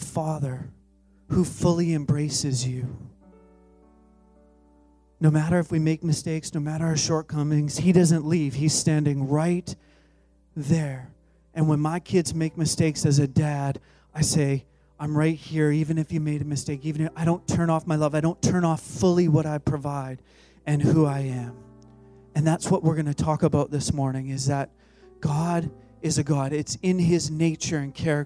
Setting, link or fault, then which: setting, large echoing room